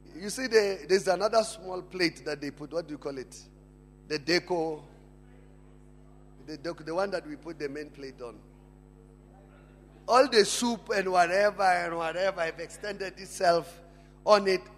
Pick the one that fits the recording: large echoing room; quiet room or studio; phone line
large echoing room